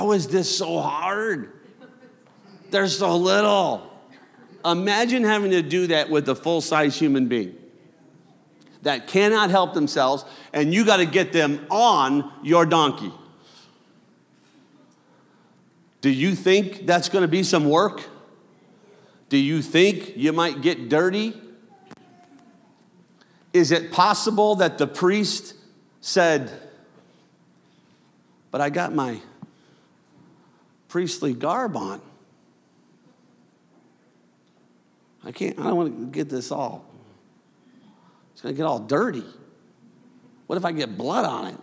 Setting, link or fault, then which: setting, large echoing room